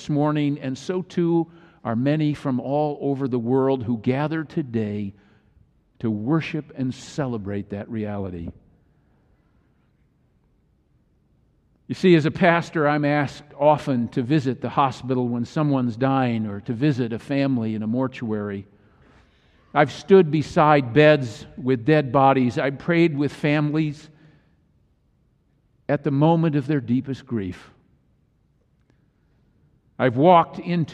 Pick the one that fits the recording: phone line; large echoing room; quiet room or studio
large echoing room